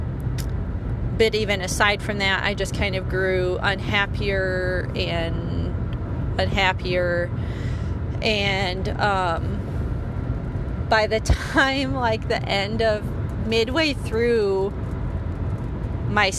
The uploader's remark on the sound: Forgive the less than stellar audio quality - this was recorded in my car with no editing, so it is what it is!